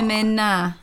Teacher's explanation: You could maybe describe it as a half N and the echo of the back of your throat. That's about as much as, that's as close to an N as you would get Femina.